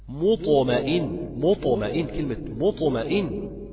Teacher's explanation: كلمة مطمئن الطاء فيها مقلقلة مفخمة ساكنة قبلها مضمون. · Term: الساكن بعد الضم